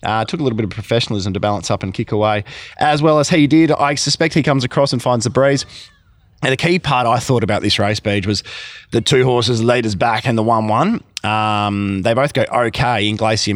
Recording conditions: busy venue